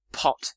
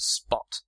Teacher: almost a little bit more like a B in the sense that you don't have a big P, a big burst of air · Shown in: second take · So pot and spot both have a P, and to English speakers, the sound is the same.